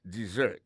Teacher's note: Malgré que il y a deux S là-dedans, il y a son Z carrément.